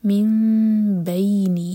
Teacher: تو میم کو ہول کریں گے لیکن ہوٹ کو ٹائٹ بند نہیں کریں گے · Term: اقلاب